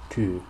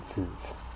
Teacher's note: the front close rounded vowel in the International Phonetic Alphabet, represented by a glyph like the Latin alphabet, lowercase y.